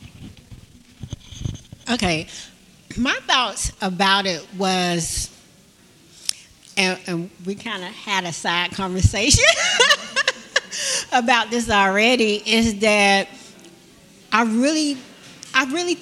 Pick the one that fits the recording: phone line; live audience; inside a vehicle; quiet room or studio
live audience